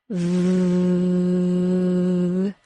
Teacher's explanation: I can hold the V sound because I never fully stop the air from leaving my mouth. The V sound is created by using continuous friction. · Term: fricative